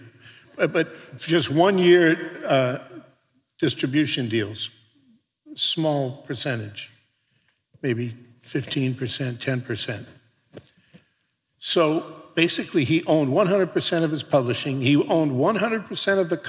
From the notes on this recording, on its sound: Recorded at the Guild of Music Supervisors 4th Annual 'State of Music in Media' Conference in Bovard Auditorium at USC on September 15th, 2018.